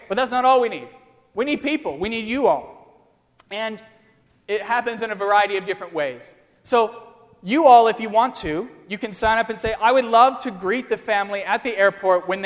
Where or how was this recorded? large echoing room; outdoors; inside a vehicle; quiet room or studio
large echoing room